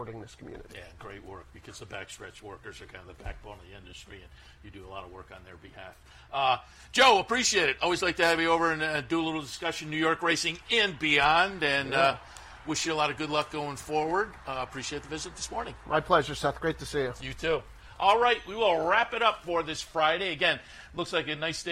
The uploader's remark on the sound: live from Saratoga Race Course